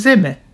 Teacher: šis platais e, ja priekšējās rindas a, ja zeme, to mēs nevaram uzrakstīt ar parasto e, mēs teiksim zeme.